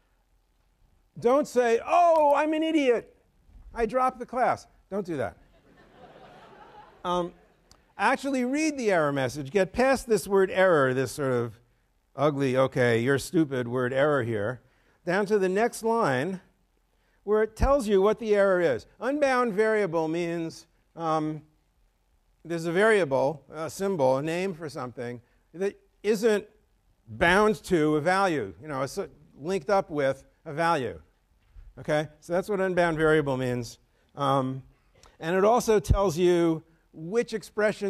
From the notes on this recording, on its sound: A younger version of me is in the audience of these Fall 2010 lectures.